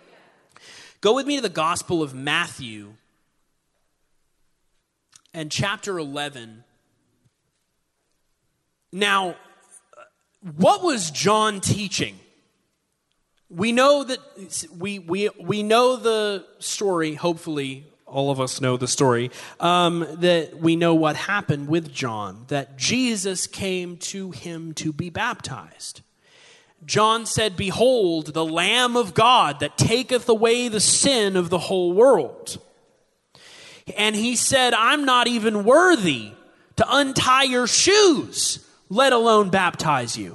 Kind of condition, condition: setting, large echoing room